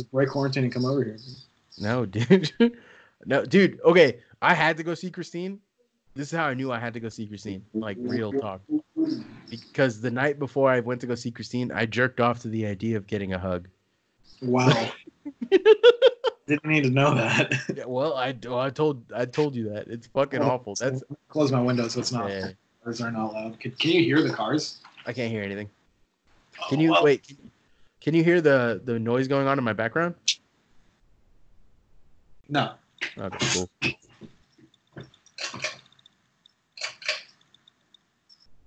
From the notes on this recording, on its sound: We got video now, we are doing the whole Skype recording and quarantine live from Sanjose.